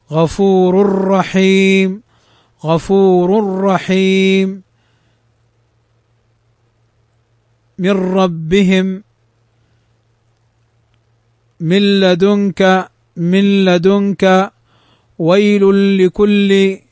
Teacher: نلحظ أن الإدغام بغير غنة لا ننطق بالغنة